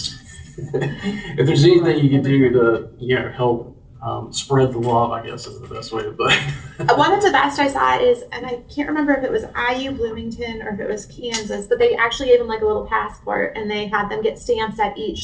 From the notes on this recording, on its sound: a panel discussion he moderated in July at College Pad's Annual Off-Campus Summit held on Georgis Tech's campus in Atlanta